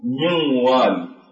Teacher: فنشدد الواو ونحذف النون وتبقى الغنة · Term: الإدغام بغنة